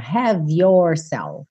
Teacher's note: Você vai juntar o V do have na próxima palavra